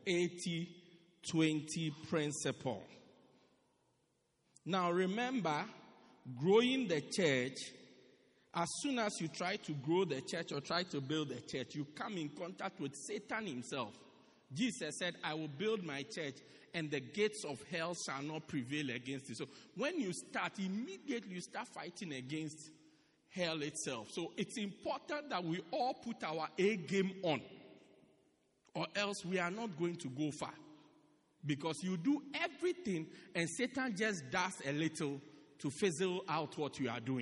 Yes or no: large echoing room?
yes